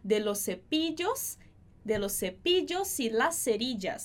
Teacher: O som do S e do CE vai ser igual, então a gente acaba juntando.